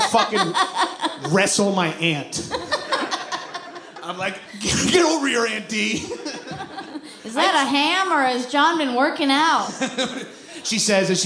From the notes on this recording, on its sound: a LIVE taping of High & Mighty in San Fransisco